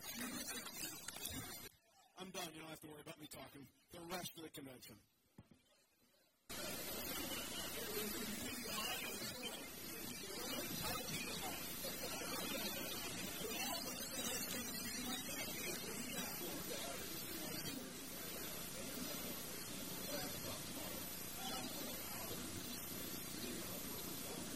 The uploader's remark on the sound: At last year’s “Magic at the Beach” convention in Myrtle Beach, South Carolina. Asked his friends and fellow performers to participate in a panel discussion. After the panel discussion, we hear from three more of the performers in an outside setting.